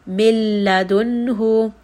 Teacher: So make sure you are not saying that noon at all. You're just going to drop that noon completely and move on straight to the lam.